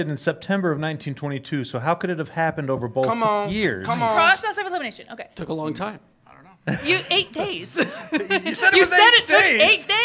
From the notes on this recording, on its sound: Geekshow Live. Recorded LIVE at FanX Comic Con in Salt lake City. Hear us do it Live, in front of people.